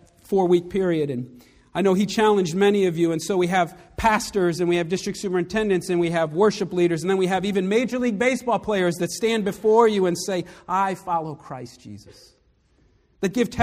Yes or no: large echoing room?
yes